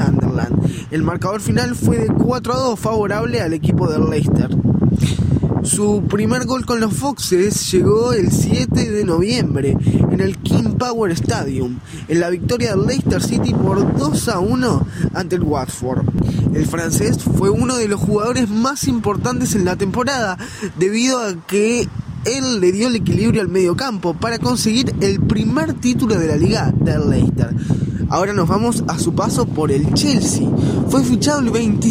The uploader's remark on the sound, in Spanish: Esta vez desde Villa Argentina, casi en la playa (disculpen el ruido del viento y disfruten el de las olas)